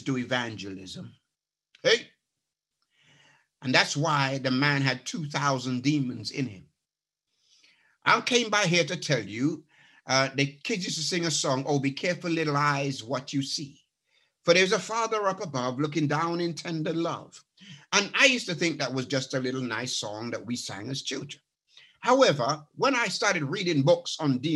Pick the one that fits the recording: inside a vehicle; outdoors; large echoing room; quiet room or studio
large echoing room